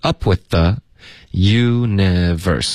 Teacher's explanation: with 的这个 th 的音跟 the 的这个 th 的音我们就发一个 the 就够了